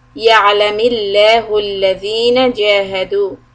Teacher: The lafz jalala lam will be soft because of the kasra on meem.